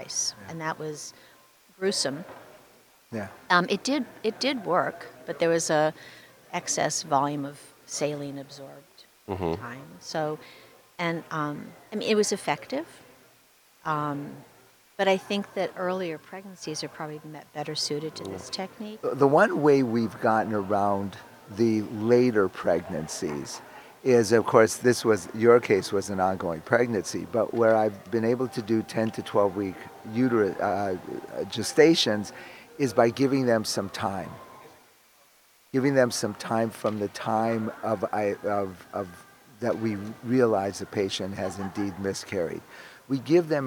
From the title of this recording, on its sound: Live from ASRM 2023